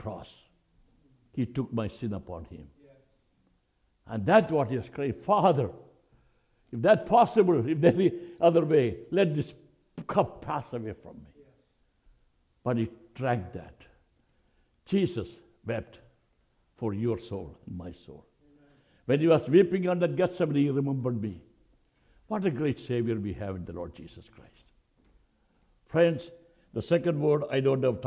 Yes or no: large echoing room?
yes